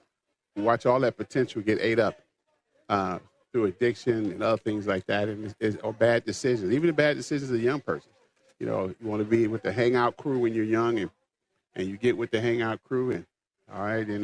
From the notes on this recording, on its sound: LIVE from the MN State Fair